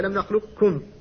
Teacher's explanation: فالاستعلاء الذي يحصل في القاف عند ادغامها سيبقى على هذه الرواية